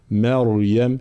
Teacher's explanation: كلمة مريم واضح ترقيق الميم وتفخيم الراء على المختار هنا عند الجمهور.